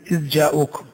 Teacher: ويمثلون لذلك إذ جاءوكم، فالذال والجيم متباعدان في المخرج متقاربان في الصفة، لأن الجيم تخرج من وسط اللسان والذال تخرج من طرفه